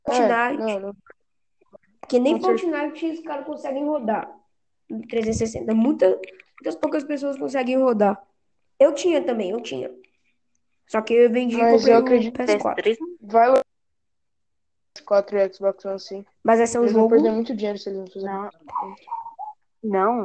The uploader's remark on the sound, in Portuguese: Me desculpem pela qualidade do podcast, ele é o meu primeiro.